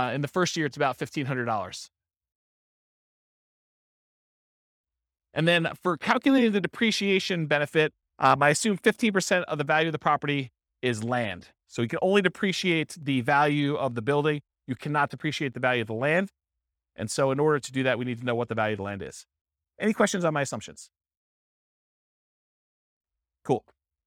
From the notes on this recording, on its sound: This was a live class recorded.